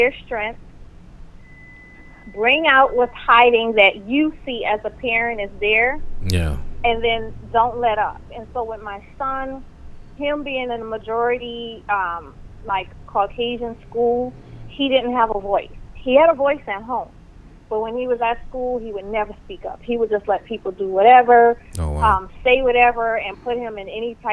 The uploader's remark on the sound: joined on the phone